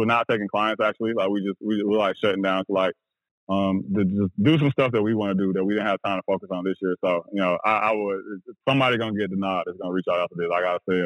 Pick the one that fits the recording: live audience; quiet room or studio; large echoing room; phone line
phone line